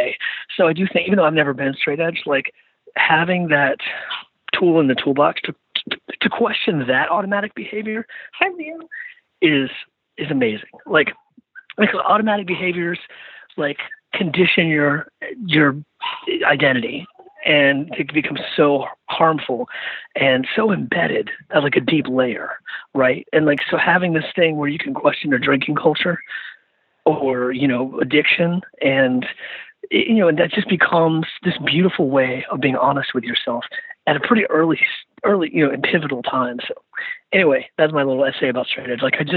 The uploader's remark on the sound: jumped on the phone with me